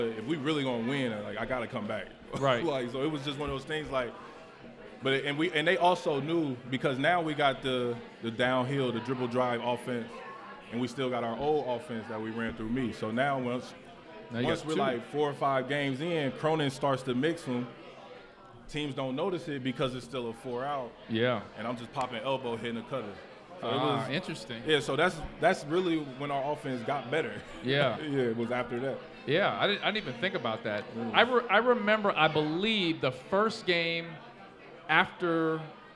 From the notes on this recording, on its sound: LIVE at Mio's.